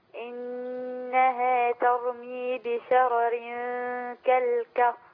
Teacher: بشرر الراء الأولى شرر مفخمة والثانية مرققة